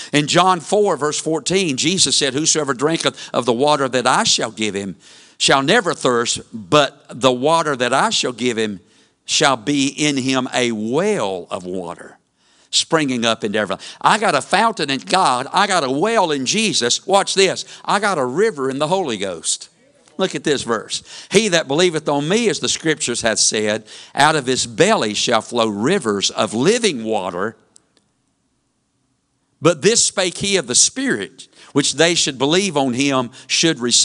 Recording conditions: large echoing room